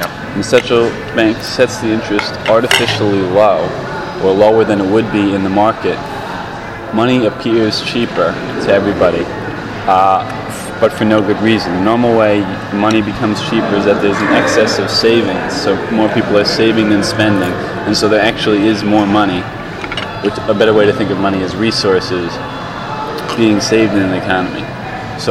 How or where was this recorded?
busy venue